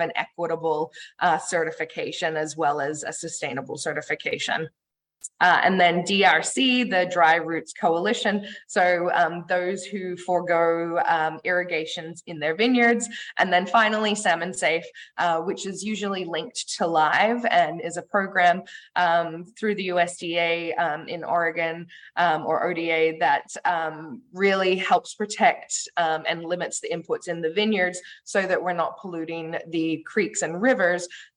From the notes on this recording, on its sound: Today, I am sharing the audio of an online webinar I attended in April for Oregon Wine Month.